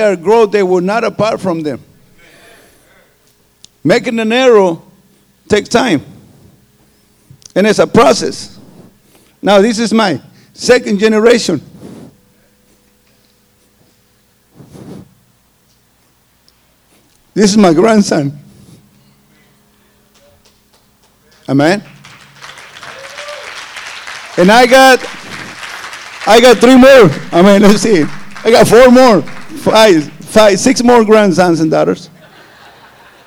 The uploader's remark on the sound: This is the tenth sermon preached at our Harvest Time Conference.